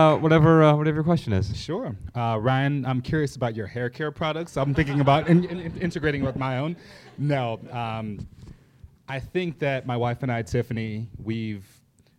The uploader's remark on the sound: Answer questions in front of a sold-out crowd in Chicago.